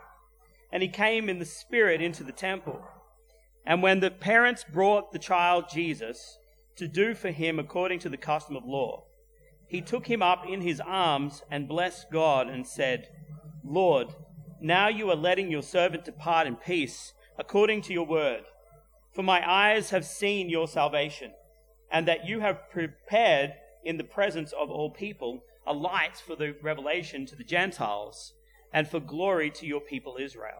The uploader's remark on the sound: at Clarence Valley Community Church, South Grafton